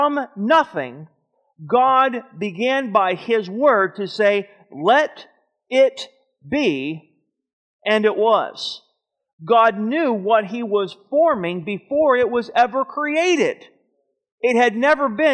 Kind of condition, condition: setting, large echoing room